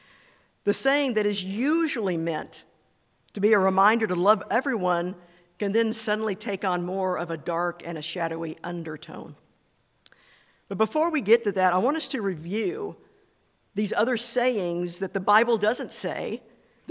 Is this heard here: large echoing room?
yes